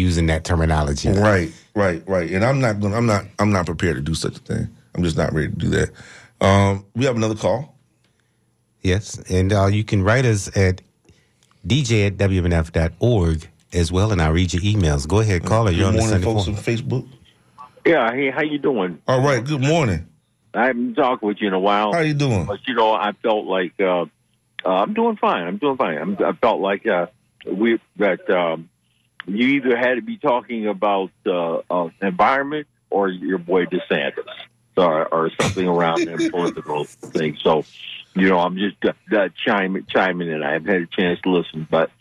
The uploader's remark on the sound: unique magazine format call-in show